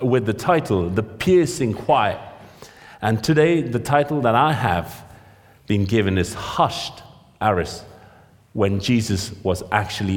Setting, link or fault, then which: setting, large echoing room